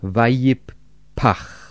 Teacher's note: Das hebräische Wort für Hauchen in diesem Vers lautet Vayipach. Am Ende steht wieder dieser ausgeatmete Laut Ch. Das Doppel-P in der Mitte ist ein echtes Doppel-P und wird auch wie 2P ausgesprochen.